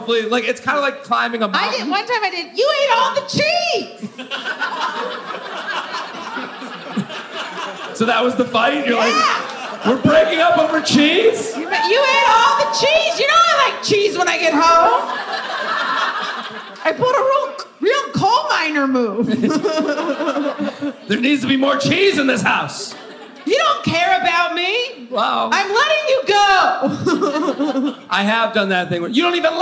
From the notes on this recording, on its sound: LIVE From Helium St. Louis.